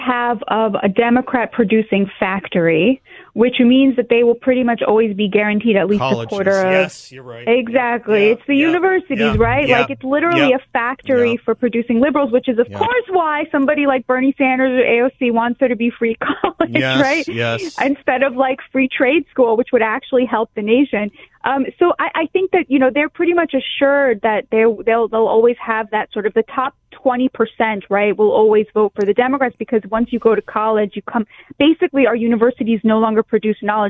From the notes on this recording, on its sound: joins the show by phone